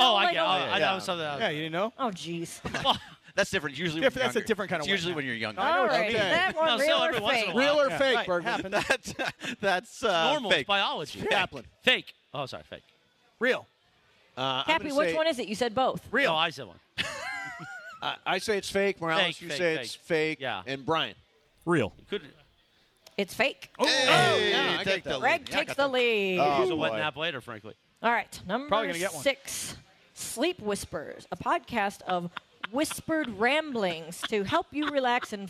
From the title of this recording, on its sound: LIVE From The 909 Sports Bar at Yaamava!